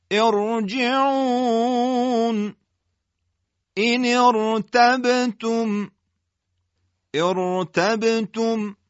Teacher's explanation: حالا چه همزه وصل بهش ابتدا بکنیم چه در ما بین دو کلمه قرار بگیره، وجود همزه وصل باعث تفخیم حرف را ساکن میشه